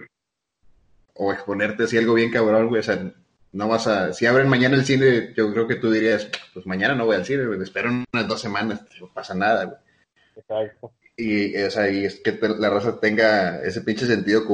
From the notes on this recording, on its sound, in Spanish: Primer episodio grabado por video llamada, la maldita cuarentena nos tiene alejados..